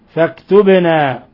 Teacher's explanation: باء ساكنة تقلقل